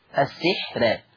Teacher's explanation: ترقيق راء السحر لان الحاء الساكنه ليست بحاجز